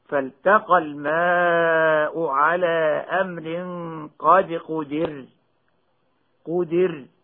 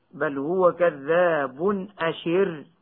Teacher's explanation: الراء الساكنة لأجل الوقف فلها حكم خاص بها إذا وقعت بعد كسر يجب ترقيقها · Term: ترقيق الراء